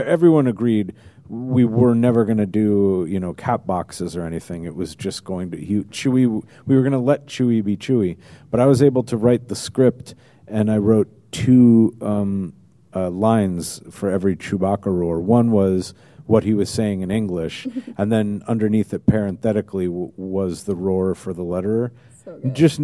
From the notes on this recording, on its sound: Live At Stan Lee's LA Comic Con. A live Geekscape episode!?!